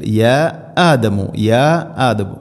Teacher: മദ് മുൻഫസിൽ, നാലോ അഞ്ചോ ഹർക്കത്ത് വരെ നീട്ടാവുന്ന മദ്. മദ്ദിൻ്റെ അക്ഷരമായ അലിഫിന് ശേഷം ഹംസ വേറെ പദത്തിൽ.